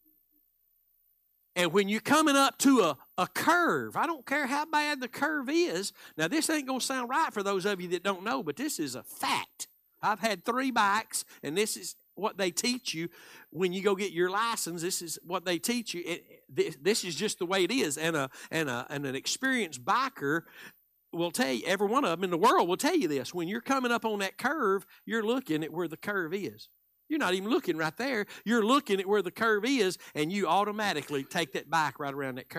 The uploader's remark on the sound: Live Wednesday Evening Service